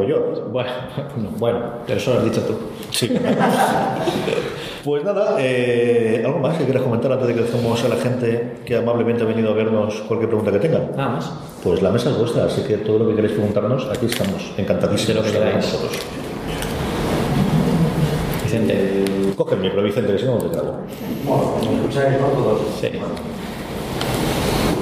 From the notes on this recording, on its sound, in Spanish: Una Cosa Más UCM en Directo. En un programa especial en directo en el Aula de Ámbito Cultural de EL Corte Inglés de Elche, dentro de la programación de la 41ª Edición del Festival Internacional de Cine de Elche.